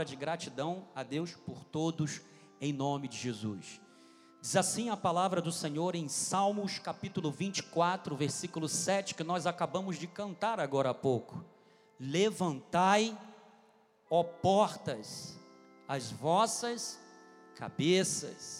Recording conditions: large echoing room